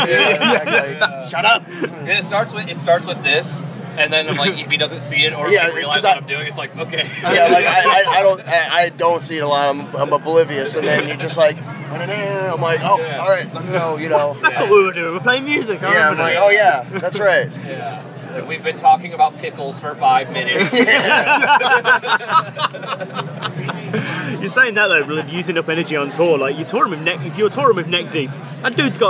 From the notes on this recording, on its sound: From our 'Live from 2000 Trees 2023' series. Their first ever UK festival appearance.